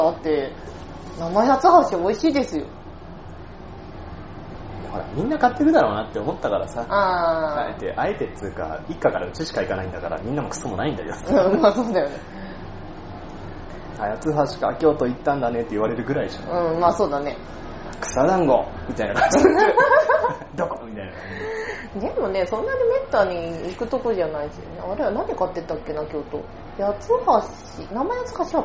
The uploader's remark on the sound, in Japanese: いつにも増して雑音が酷いです